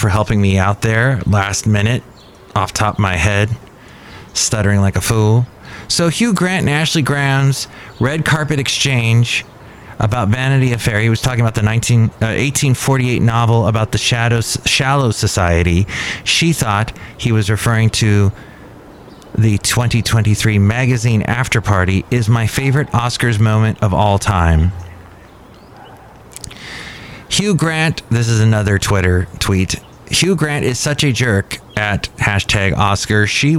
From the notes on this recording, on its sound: podcasts live from Cafe Anyway